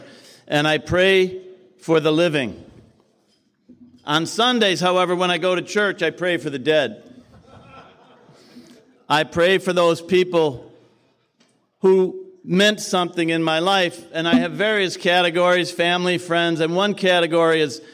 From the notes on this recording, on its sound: His share at the 2020 Nashville TN conference as a Keynote speaker is incredible.